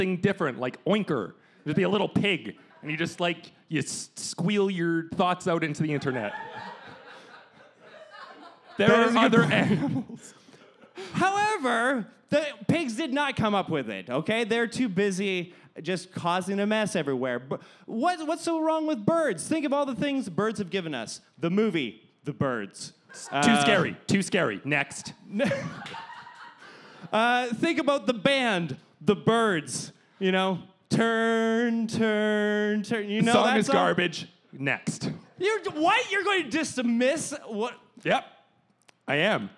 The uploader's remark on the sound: LIVE at ThunderProv! Recorded in front of a live audience.